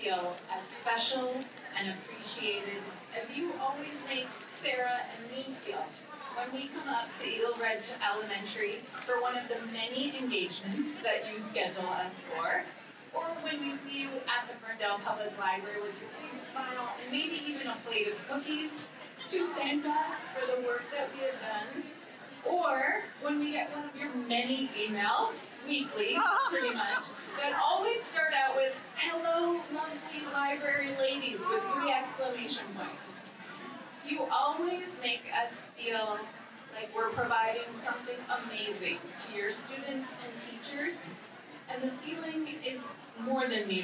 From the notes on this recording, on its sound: Listen to folks at our Open Book Festival. Interviews me at the Deming Library.